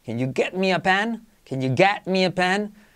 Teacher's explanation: Esa E de get tiende a una A